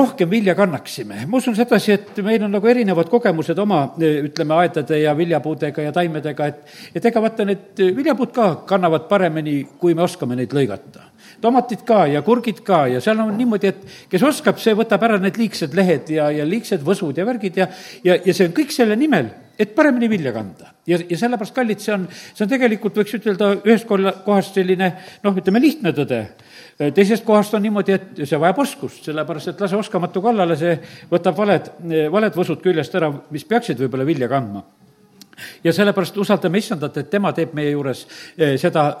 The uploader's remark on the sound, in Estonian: Audio salvestus koosolekult